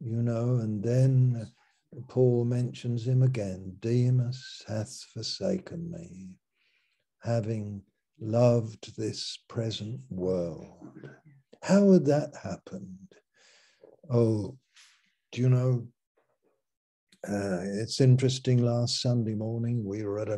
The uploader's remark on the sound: Malaysia Meets (Zoom)